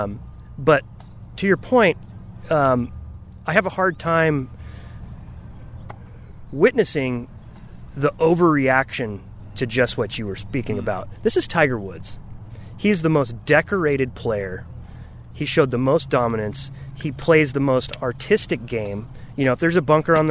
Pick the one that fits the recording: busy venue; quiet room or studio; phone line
busy venue